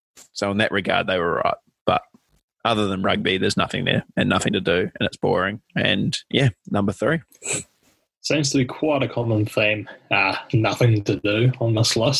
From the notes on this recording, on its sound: Please forgive the technical difficulties caused from the nations excessive wifi use during this time.